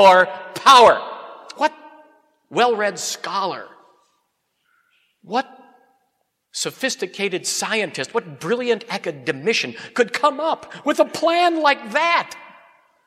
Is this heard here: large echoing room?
yes